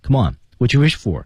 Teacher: 但是在这种情况下他还是用了降调，带有强迫性质说